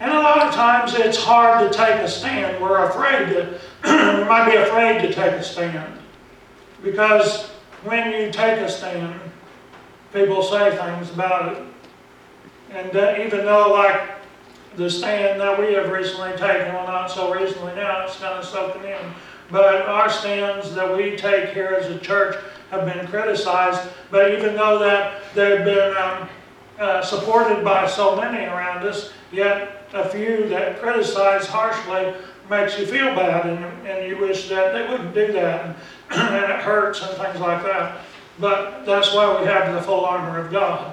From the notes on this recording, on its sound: Preached at Briensburg UMC on October 27, 2019